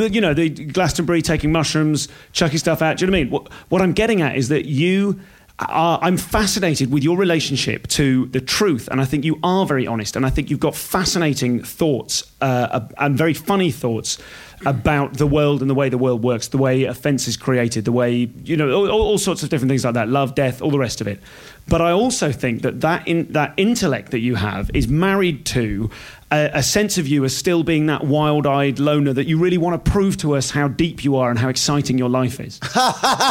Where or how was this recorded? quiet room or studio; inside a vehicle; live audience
live audience